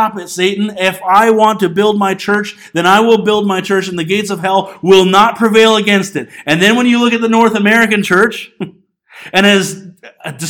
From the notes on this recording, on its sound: This Sunday morning message was recorded on January 19, 2020 at Bethel Pentecostal Tabernacle in Clinton, BC.